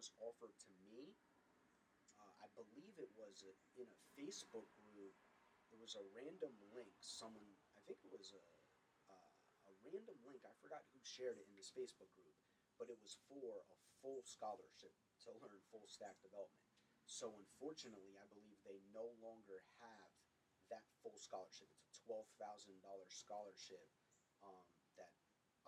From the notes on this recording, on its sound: Excuse us for the low audio.